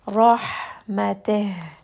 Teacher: Rahmate, ra here is going to be heavy. Ha is again going to be from the middle of the throat, has a lot of humps, a lot of air that is going to come on this letter.